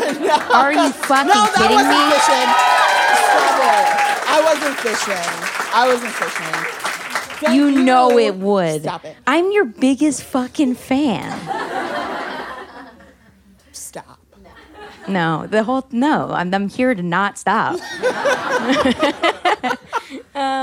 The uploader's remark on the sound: A conversation recorded at Brooklyn's Books Are Magic.